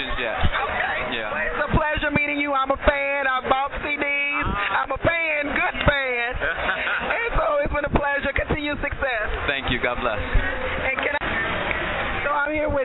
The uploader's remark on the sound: Interviews with some of your favorite stars from music, film, and television from the 2012 Essence Music Festival in New Orleans